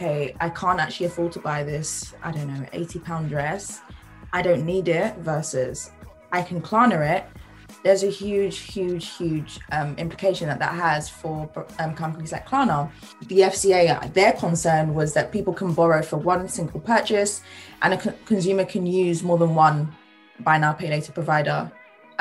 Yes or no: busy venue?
no